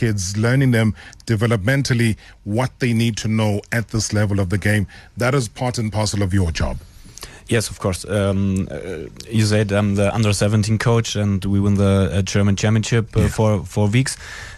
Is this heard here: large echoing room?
no